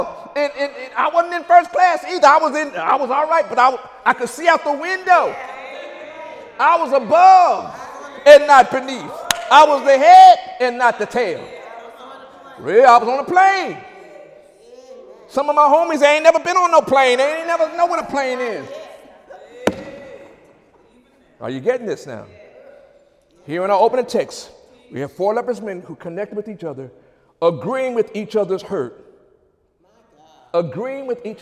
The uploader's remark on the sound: During Wednesday night service